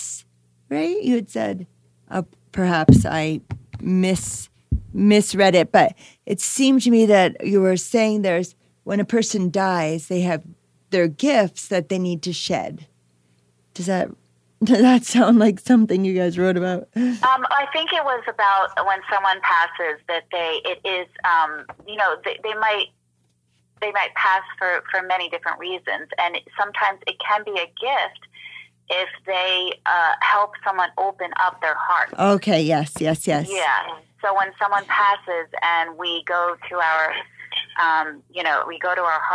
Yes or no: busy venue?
no